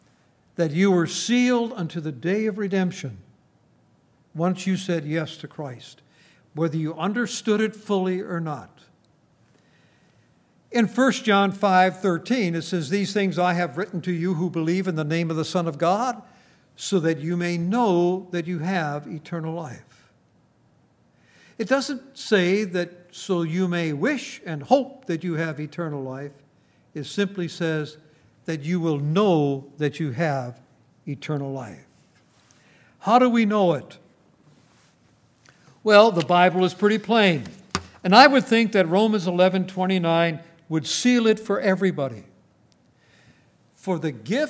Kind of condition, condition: setting, large echoing room